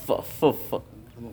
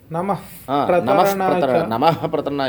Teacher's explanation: నమః ఆఫ్టర్ విసర్గ పా కమ్స్ పా ఇస్ బైలాబియల్ sound బైలాబియల్ ఉపయోష్టం but the బైలాబియల్ sound becomes labiodental